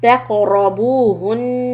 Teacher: hold the نون but don't elongate the fatha